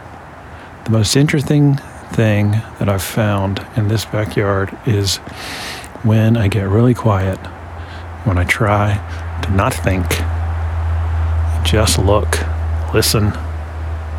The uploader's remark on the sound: As the sun was setting, I made this short recording in my backyard. Short Form Audio Shipped from the Field.